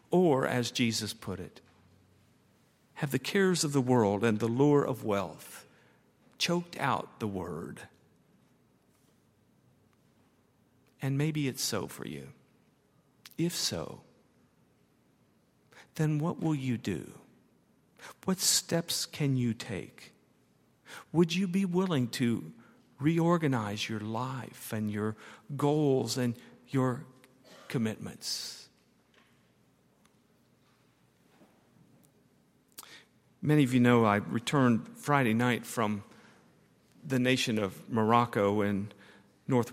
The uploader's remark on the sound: at Highland Baptist Church